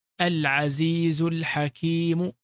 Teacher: عندما قرنا كلمة العزيز بالحكيم سقطت كما تقدم في مثل هذه الحالات. أما اللام بما أنها لام قمرية فظلت مقروءة